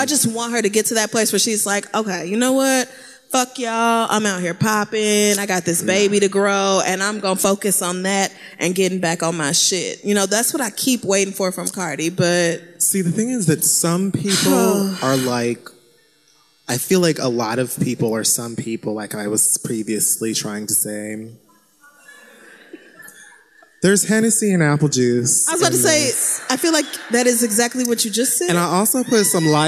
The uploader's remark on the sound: Live in Oakland